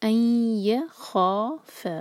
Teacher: लास्ट वाला वर्ड है अय खौफ, एम्प्टी नून के बाद या, अय खौ, खौ जो हैवी लेटर है, खौ दो हरका, मद तबई आगे फा भी दो हरका, अय खौफ, तो या को नहीं भारी करना, यौ नहीं कहना, अय खौ फा, खौ हैवी फा लाइट।